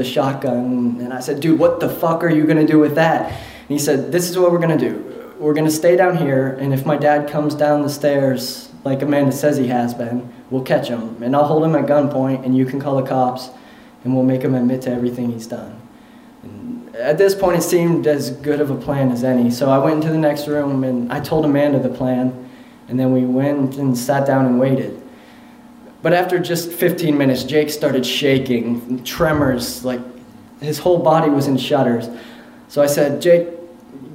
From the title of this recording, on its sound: Live From Pittsburgh!